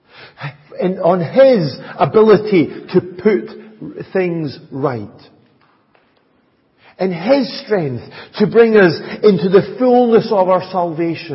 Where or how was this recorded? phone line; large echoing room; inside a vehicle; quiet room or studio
large echoing room